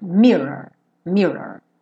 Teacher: Sendo que a sílaba tônica é a primeira, então você não precisa também se preocupar muito com o final